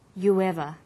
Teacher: You ends with oo, a high back vowel. So it links with linking type 2, the w sound. It becomes you ever.